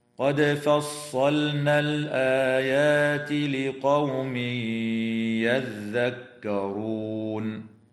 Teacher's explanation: وتمد الألف بعد الهمزة من كلمة الآيات من قبيل مد البدل بمقدار حركتين · ويدغم التنوين في الياء مع الغنة في قوله تعالى لقوم يذكرون · تقلقل الدال في كلمة قد في حالتي الوصل والوقف